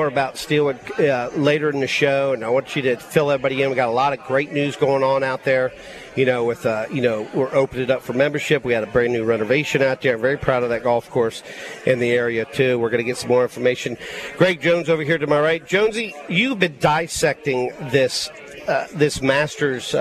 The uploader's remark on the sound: LIVE Ftom Felix's Fish Camp!